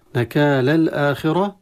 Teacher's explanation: الراء مفخمة حكمها التفخيم لأنها مفتوحة